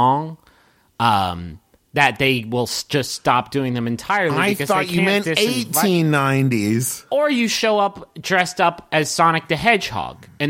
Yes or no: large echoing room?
no